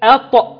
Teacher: والقلقلة في حرف الطه اوعى اجيب فيها همس